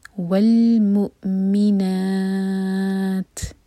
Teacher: تا ساکن پر رکیں گے تو تا پر ہمس ہوگی